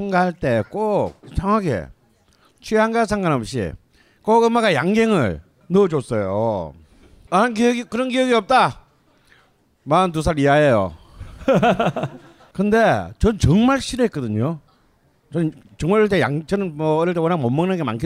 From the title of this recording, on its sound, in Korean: 공개방송